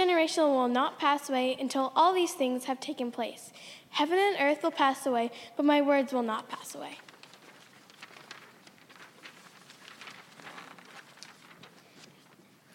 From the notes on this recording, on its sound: Message delivered during the Traditional Worship